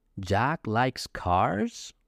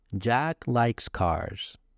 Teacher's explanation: You see how the intonation goes up at the end of the sentence? · Shown in: first take · But a normal statement would be, Jack likes cars, right?